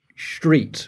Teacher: rather than saying street, you'll hear street with a sh.